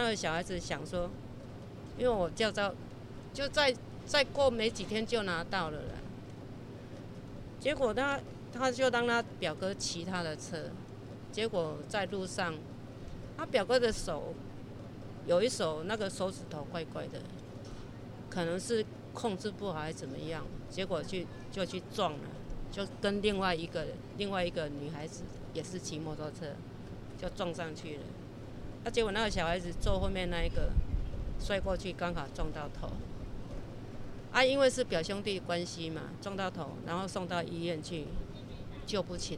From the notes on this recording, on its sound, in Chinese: 我們到了殯葬管理處現場，聽著阿姨分享在行業中遇到的點點滴滴，一旁不時有救護車及棺木經過